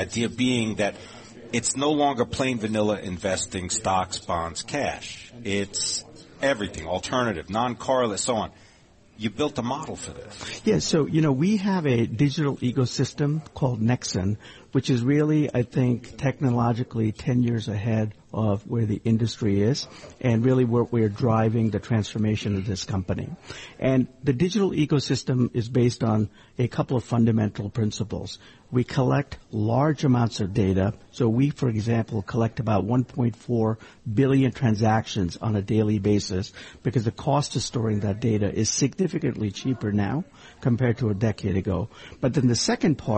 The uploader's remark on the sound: Broadcasting live from the BNY Mellon Asset Servicing Conference in Tuscon, Arizona.